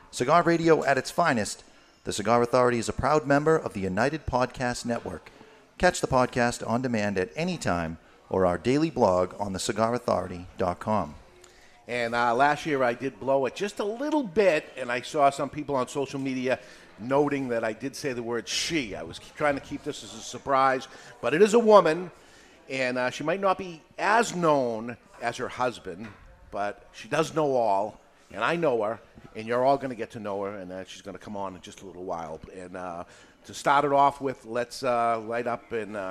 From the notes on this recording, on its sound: Recorded live in front of a studio audience at Studio 21 Podcast Cafe upstairs at Two Guys Smoke Shop in Salem, NH.